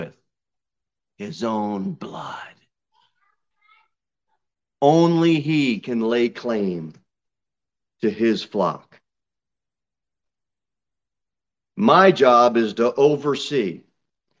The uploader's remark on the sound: Sermon delivered at Pilgrim Baptist Church on Sunday, September 18, 2022 at 6:15 pm.